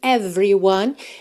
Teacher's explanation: a gente não costuma pronunciar esse E do meio aí dessa palavra, tá? Então, você pensa em every, do V direto pro R.